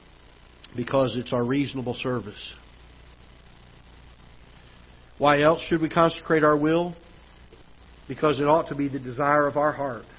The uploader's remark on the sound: Ketha Heights Baptist Church ~ Live Broadcast